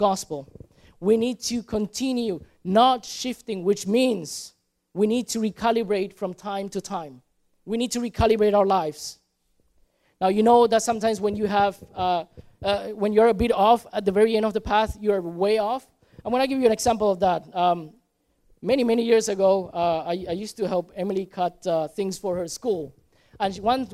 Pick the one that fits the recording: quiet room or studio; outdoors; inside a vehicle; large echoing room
large echoing room